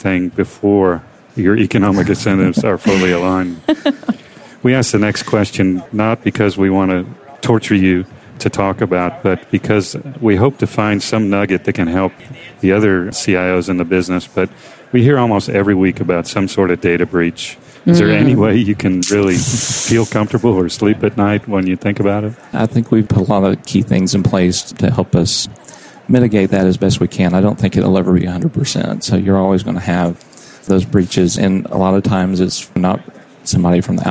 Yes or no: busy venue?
yes